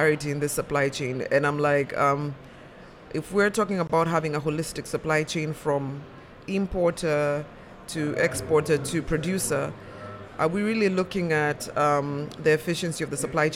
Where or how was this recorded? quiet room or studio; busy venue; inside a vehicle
busy venue